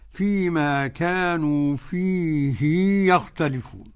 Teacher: قرأ الإمام ابن كثير بصلة هاء الضمير في قوله تعالى فيما كانوا فيه يختلفون